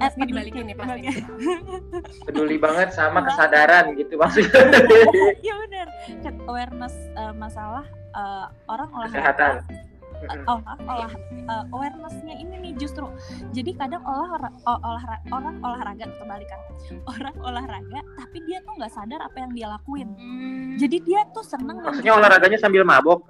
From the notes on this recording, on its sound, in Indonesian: maafkan soundnya yah aga noisy